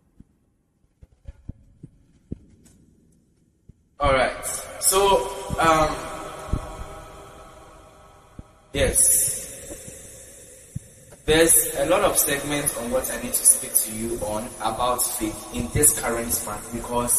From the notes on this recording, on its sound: Preached at the GIHTIIY Conference 2023 at the Love Arena, Accra.